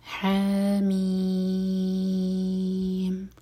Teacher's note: ح دو حرکہ لمبا، میم چھ حرکہ لمبا، یہ مد لازم.